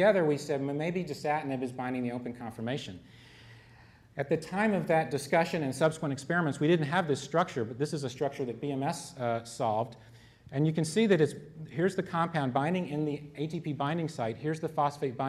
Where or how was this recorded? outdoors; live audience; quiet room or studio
live audience